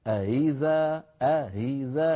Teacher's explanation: الهمزة الأولى محققة، هي هذه همزة مسهلة بين الهمزة المحققة والكسرة، أو إن شئت فقل بين الهمزة المحققة والياء، فهي حرف يتردد بين حرفين، حرف يعني بين مخرجين، بين مخرج الهمزة المحققة والألف إن كانت الهمزة مفتوحة، وبين الواو إن كانت الهمزة مضمومة، وبين الياء إن كانت الهمزة مكسورة.